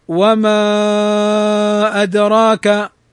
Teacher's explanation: ويجوز فيه التوسط 4 حركات، فنقول وما أدراك أو فوق التوسط 5 حركات، وما أدراك.